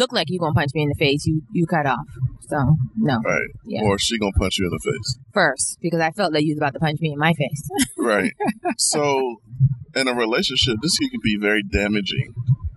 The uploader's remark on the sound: In the car through the rain going back to Atlanta.